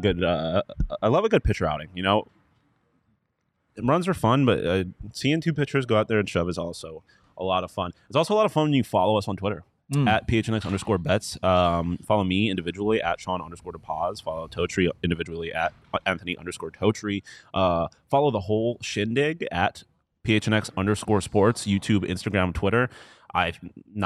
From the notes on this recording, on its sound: Live from the BetMGM Sportsbook at State Farm Stadium